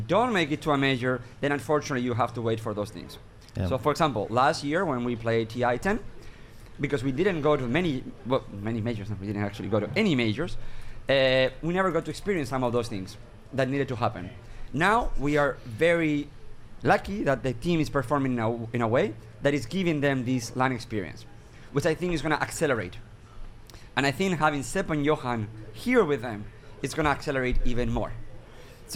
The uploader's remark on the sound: Live from Stockholm Major. The OG's Monkey Business Show coming to you Live from Stockholm! We had guests, we had fans and an all around incredible time.